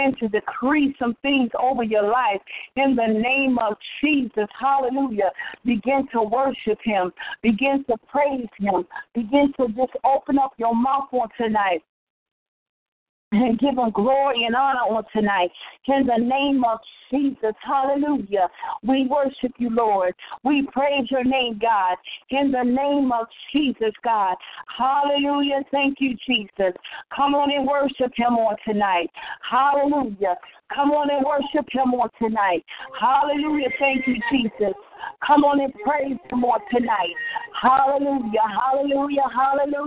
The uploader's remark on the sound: TeleConference.